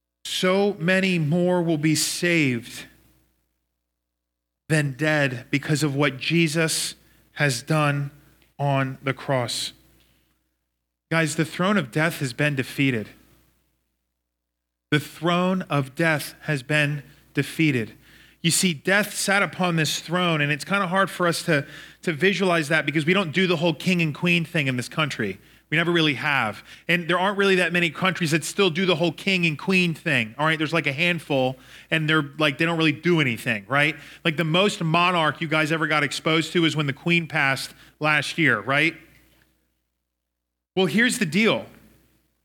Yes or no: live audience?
yes